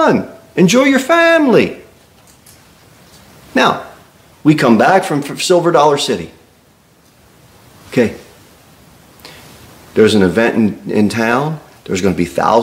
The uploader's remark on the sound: Sermon delivered at Pilgrim Baptist Church